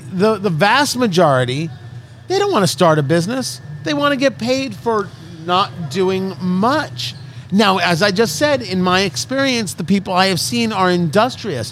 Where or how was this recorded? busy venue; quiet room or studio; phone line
busy venue